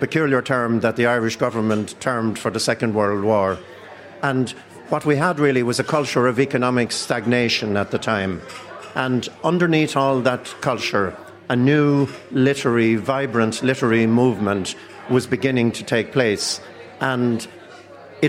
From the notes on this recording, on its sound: The Hard Shoulder is LIVE from The Palace Bar on Fleet Street in Dublin.